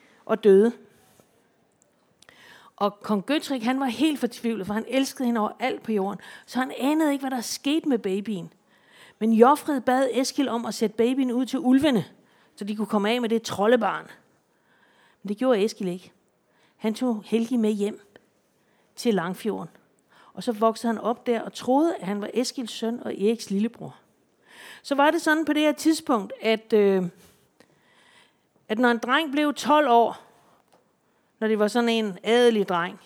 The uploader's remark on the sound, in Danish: Podcasten fungerer også som en Q&A, hvor en aktiv og interesseret skoleklasse spørger ind